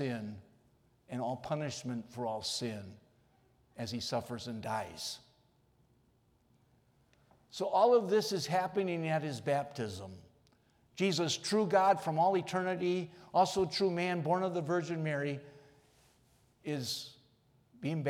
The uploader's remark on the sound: recorded on January 8 from Salem Lutheran Church in Owosso, MI